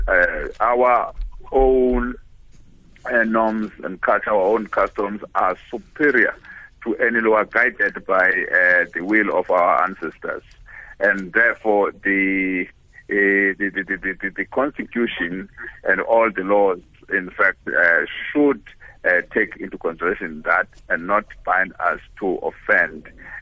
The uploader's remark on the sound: Guest on the phone